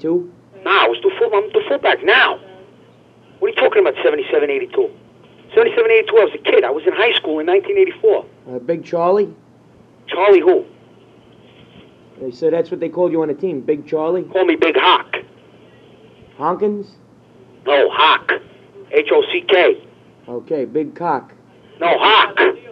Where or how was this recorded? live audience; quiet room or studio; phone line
phone line